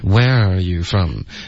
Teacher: 重音是第一个和最后一个音节